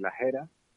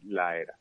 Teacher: es muy típico en andaluz cuando tienes una palabra detrás de otra que empieza por vocal, que haya esa aspiración · Shown in: first take · Por ejemplo, en las eras, podemos decir, pues, como en las eras, <laughs> perdón, pues como digo yo, podemos decir las eras, o se puede perder la aspiración totalmente y decir la era.